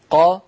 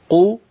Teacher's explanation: فزمن قا يساوي زمن قو يساوي زمن قي هذا زمن الحركة فإن أضفنا إليه مثله صار بمقدار حركتين أي بمقدار حرفين متحركين